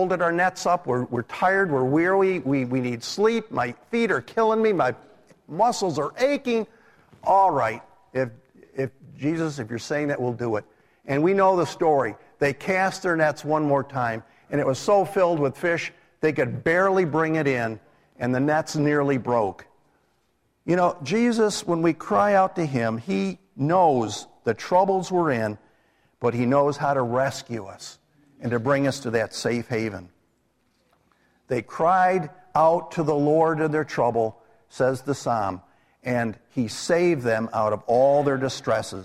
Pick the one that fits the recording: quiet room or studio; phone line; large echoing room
large echoing room